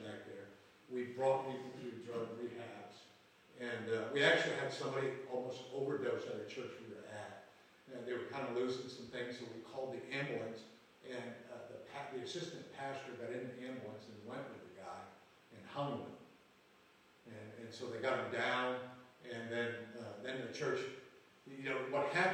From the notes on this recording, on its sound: Live from Camp Joy Healing 3.